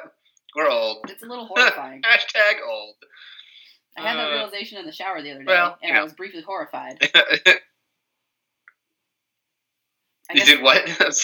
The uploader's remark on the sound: Unfortunately, the arcane forces of evil magic seem to have done some bad things to the audio quality. We apologize for the audio issues.